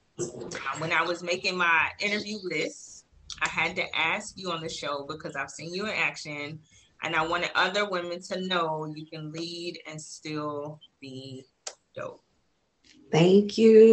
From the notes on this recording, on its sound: Please be advised, there were technical difficulties during this episode recording.